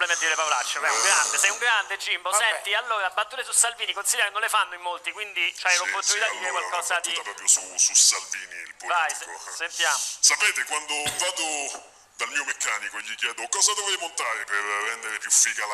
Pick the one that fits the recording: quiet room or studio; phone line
phone line